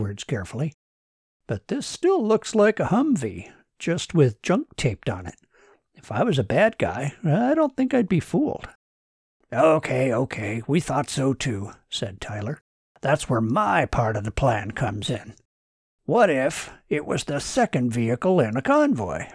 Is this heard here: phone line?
no